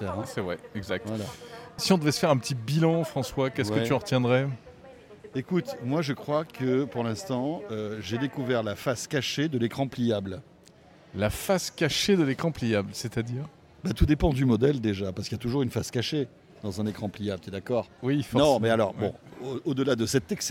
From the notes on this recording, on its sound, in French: on vous emmène en balade au salon Mobile World Congress de Barcelone